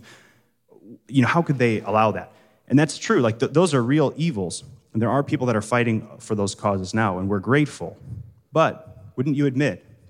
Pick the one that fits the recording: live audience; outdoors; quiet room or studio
live audience